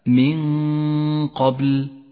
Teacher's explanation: المثال التالي عند قوله تعالى من قبل، الإخفاء، جاءت النون الساكنة وبعدها حرف القاف، نخفي النون بالقاف مع بقاء غنة للنون زمنها حركتان